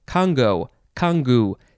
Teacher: it can be pronounced Congo or Kangu. But in either case, you have to emphasize the first syllable.